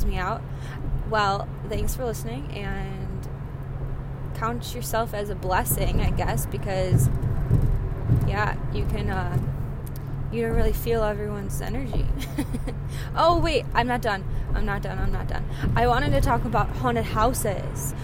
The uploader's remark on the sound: sorry for the background noise - I was driving